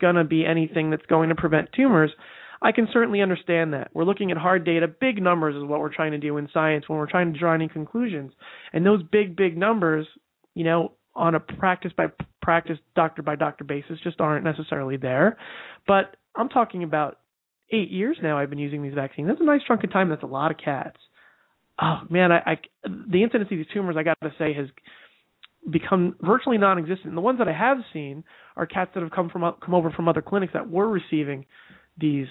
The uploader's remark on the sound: We also have one e-mail question to address live on the air, and with our new live format, we will be taking live calls as well.